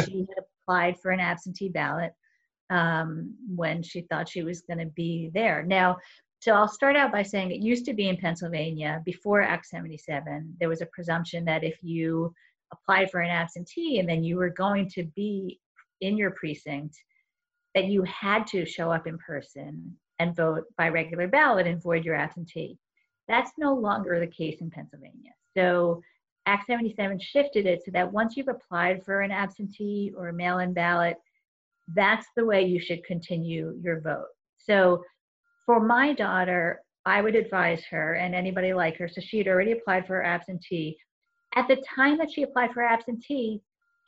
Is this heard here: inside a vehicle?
no